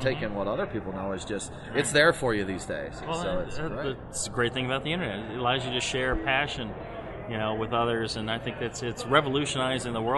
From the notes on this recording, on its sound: We caught up to one of the biggest names in homebrewing at the 2016 Great American Beer Festival in Denver.